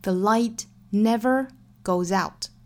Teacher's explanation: The light never goes out.最后一句话的每一个实词啊都可以读得很重。我们听到视频里面演讲者也是在最后一句话着重的强调的，所以每一个词之间都是有停顿的。